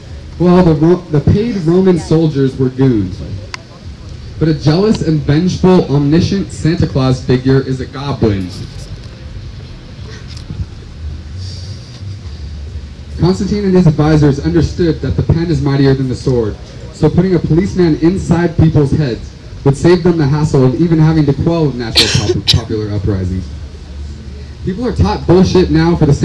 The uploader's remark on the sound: Workshop at Organic Fest 2016.